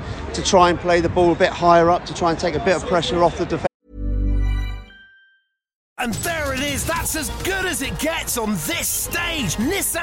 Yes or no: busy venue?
yes